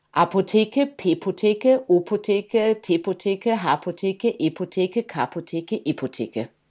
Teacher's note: Da sind plosive Laute drin, also die mit den Lippen geformt werden, nämlich das P.